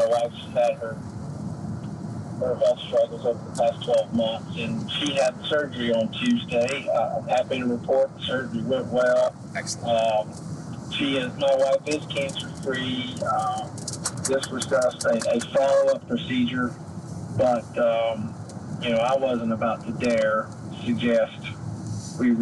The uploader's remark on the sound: a recap call on the daylong drive back to Ohio